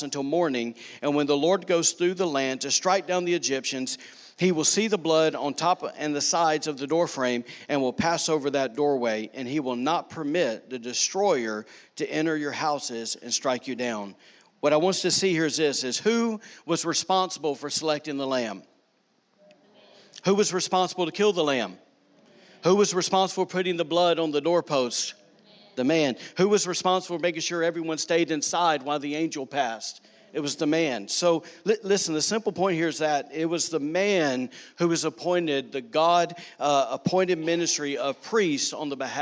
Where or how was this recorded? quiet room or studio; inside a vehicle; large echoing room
large echoing room